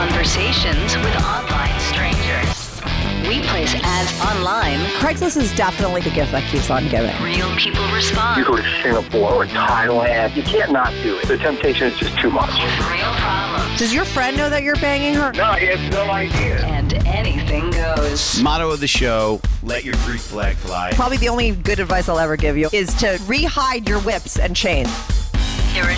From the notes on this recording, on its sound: called in to talk all about it